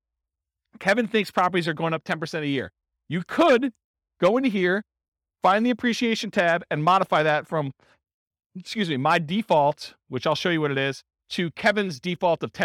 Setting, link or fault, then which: setting, live audience